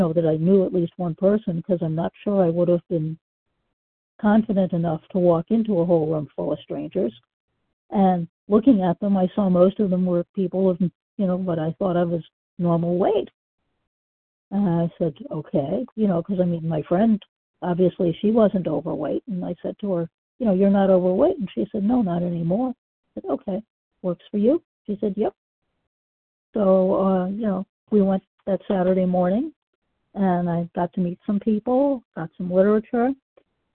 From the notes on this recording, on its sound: The 100 Pounders Phone Meeting.